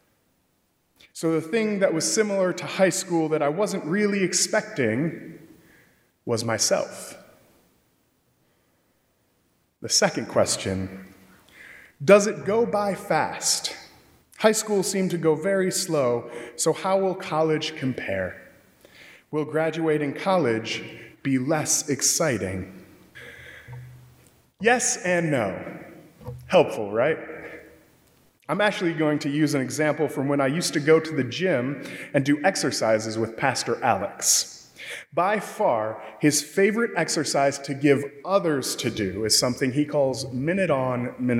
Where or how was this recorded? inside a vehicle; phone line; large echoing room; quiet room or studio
large echoing room